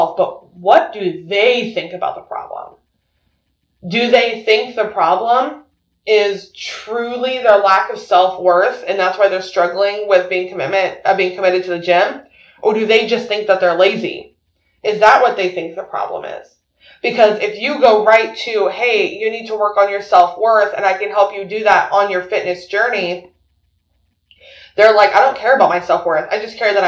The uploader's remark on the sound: there is a bit of an audio issue and I apologize.